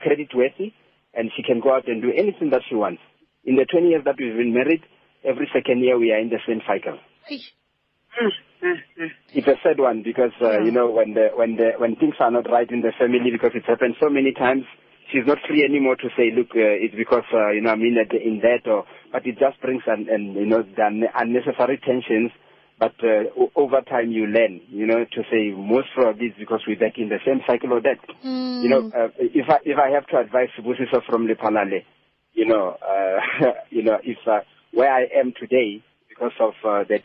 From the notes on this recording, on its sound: Guest (phone)